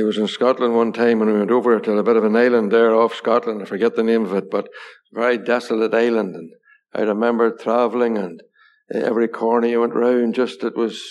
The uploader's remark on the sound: Gospel Audio Recording from Ballyclare Gospel Hall